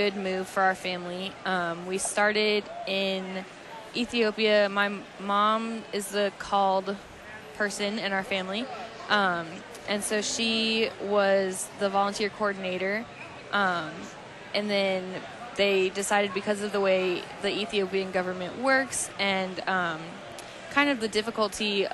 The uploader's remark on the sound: Live from the 2019 LCMS National Youth Gathering